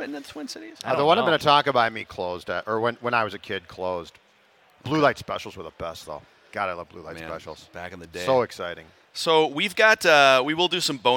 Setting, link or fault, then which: setting, busy venue